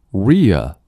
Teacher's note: 开头卷舌啊 r 这里卷舌 ear 元音那里不要卷舌